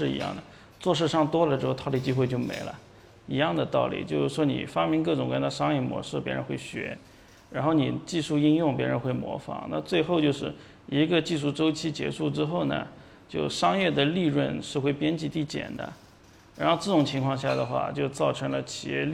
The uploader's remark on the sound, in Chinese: 本期音频来自2019DNOC期权夏季嘉年华，圆桌论坛部分内容分享